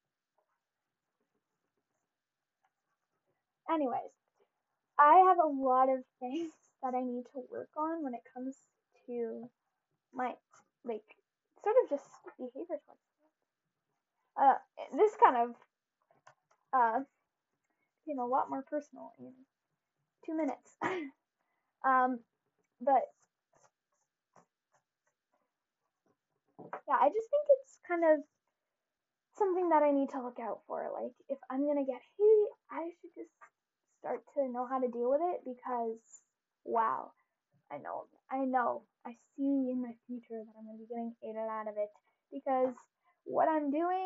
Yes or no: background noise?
yes